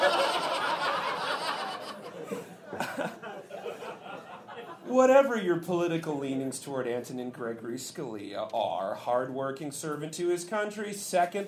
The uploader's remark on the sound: Recorded LIVE on December 16th 2023 and May 26th 2016 for The Paper Machete LIVE at Chicago’s Historic Green Mill Lounge.